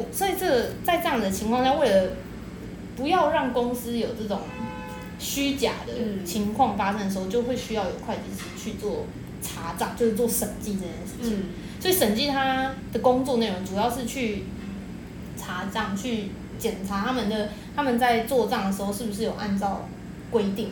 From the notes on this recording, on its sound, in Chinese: 第一次錄音因為收音問題也讓窗外的朋友們一起加入了！雜音過多時請大家把他們當作大自然的一部份～。